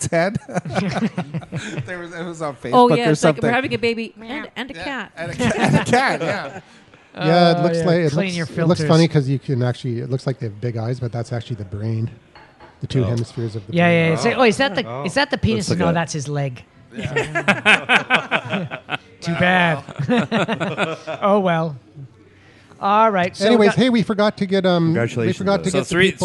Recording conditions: live audience